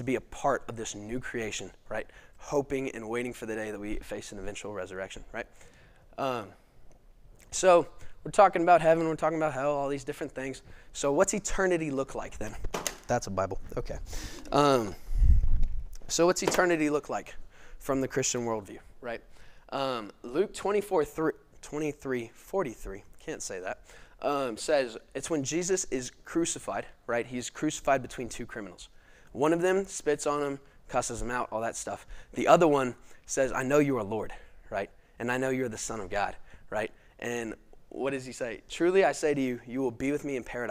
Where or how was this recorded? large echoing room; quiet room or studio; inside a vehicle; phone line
large echoing room